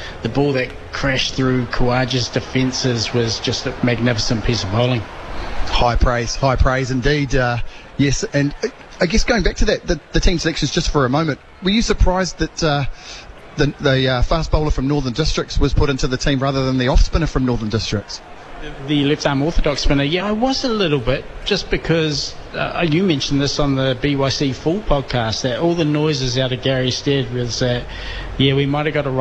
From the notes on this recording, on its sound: Live from the Basin Reserve in Wellington for a 'BYC Tea Break Special' on Day 1 of the 1st Test between the Black Caps & Australia.